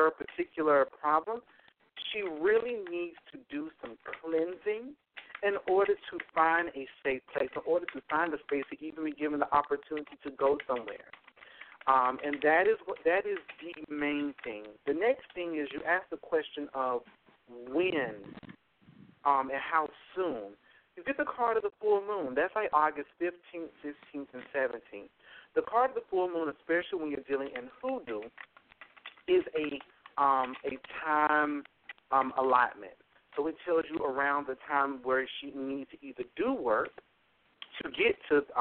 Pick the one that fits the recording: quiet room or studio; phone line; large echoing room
phone line